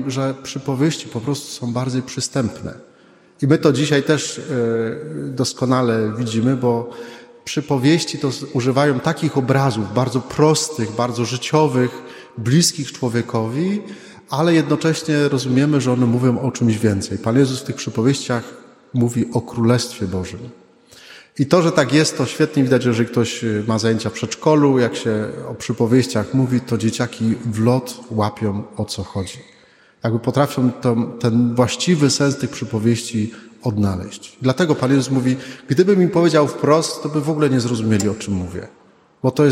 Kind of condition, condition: setting, large echoing room